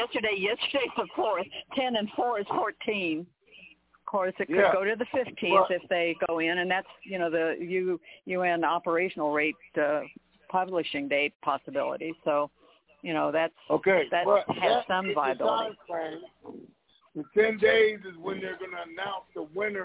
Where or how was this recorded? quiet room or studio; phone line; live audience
phone line